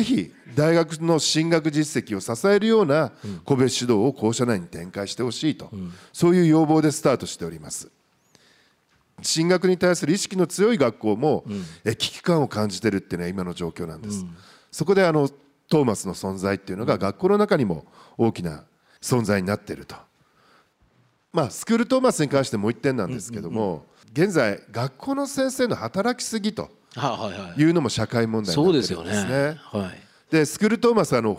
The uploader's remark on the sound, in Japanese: 東京・三田の建築会館ホールで行われた「ラジオNIKKEI 相場の福の神 注目企業ＩＲセミナー」